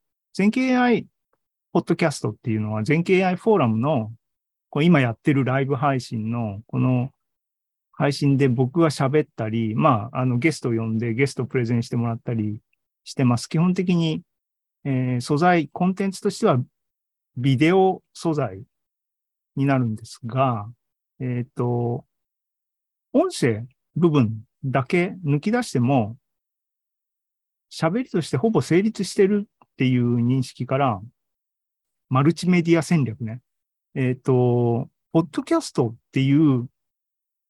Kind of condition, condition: link, video call